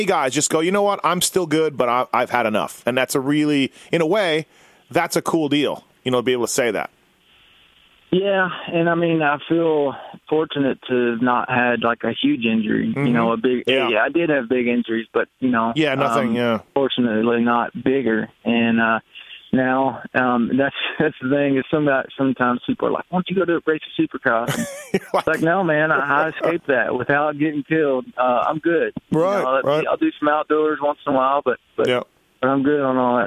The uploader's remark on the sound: on the phone